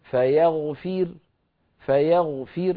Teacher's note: في الوصل كانت مفخمة لأنها مضمومة، لكن لما وقفت عليه بالسكون صارت الراء ساكنة وقبلها مكسور فيغفر، فأقف عليها مرققة